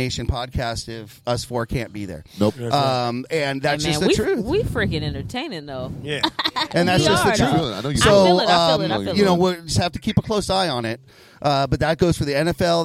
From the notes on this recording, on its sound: LIVE - From DragonFly Hollywood. The guys are live at Club Dragonfly in Hollywood, California.